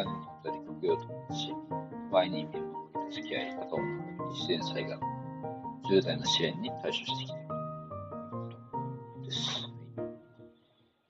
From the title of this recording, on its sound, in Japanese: 今回は録音に失敗したため、非常に音質が悪いのでイヤホンかヘッドホンで聴いてください。